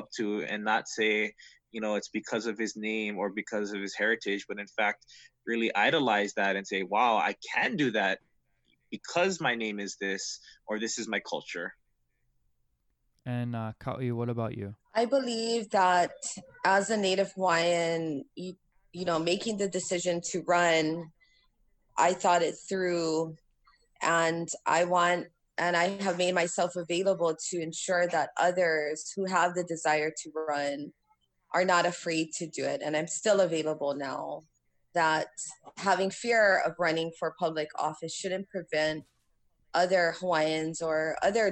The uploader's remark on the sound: have a #zoom chat